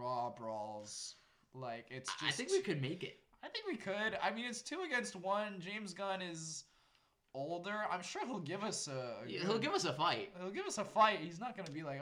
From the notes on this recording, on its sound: Once again we did have microphone issues but that should be solved after this episode.